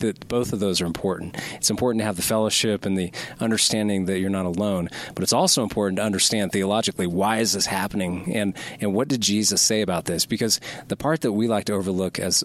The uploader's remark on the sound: from a Colorado Springs Voice of the Martyrs conference